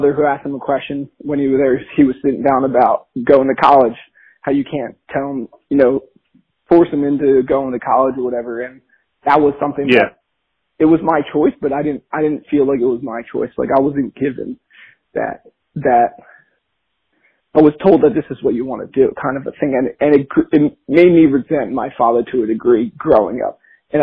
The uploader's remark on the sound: Have a phone call.